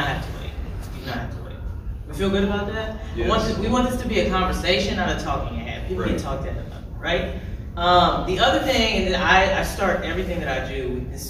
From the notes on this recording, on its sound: THE SPECTRUM OF BLACK HORROR panel at Fan Expo 24.